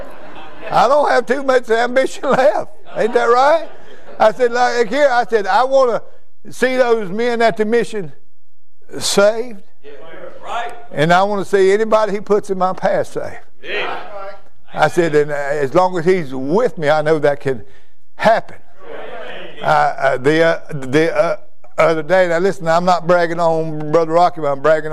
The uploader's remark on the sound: during a worship service at Immanuel Baptist Church, Florence, Ky.